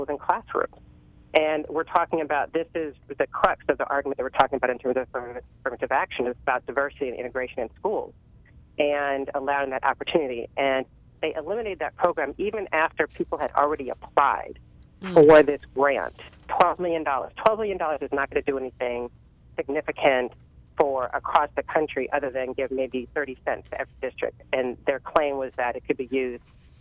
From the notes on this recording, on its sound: Is live from Center For American Progress. She welcomed two phone guests.